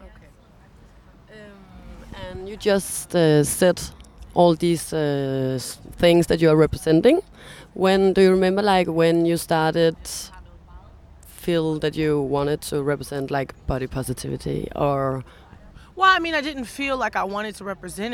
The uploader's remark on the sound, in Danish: Podcast Special: Roskilde Festival 2019. Besøgte i år festivalpladsen.